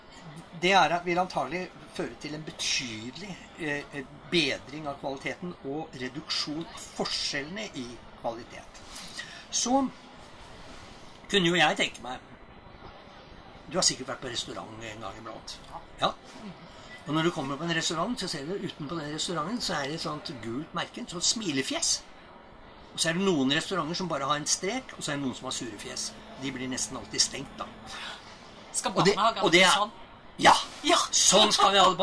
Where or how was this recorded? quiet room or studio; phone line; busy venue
busy venue